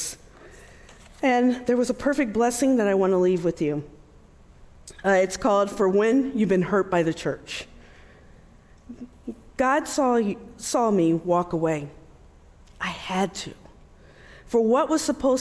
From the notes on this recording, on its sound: Delivers a powerful talk from our recent Restore Conference.